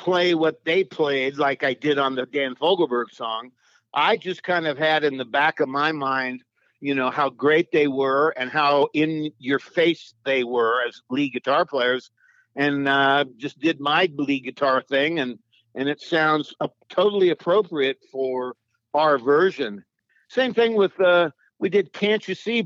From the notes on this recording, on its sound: We hopped on the phone